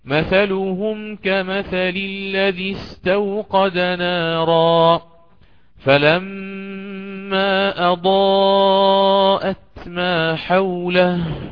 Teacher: الوجه الثاني، أبقى على السكون في ميم الجمع حتى أكمل الآن المنفصل هذا أوجهه، فأقرأ هكذا: مثلهم كمثل الذي استوقد نارا فلما أضاءت ما حوله. فأتيت بالسكون في ميم الجمع والتوسط في المنفصل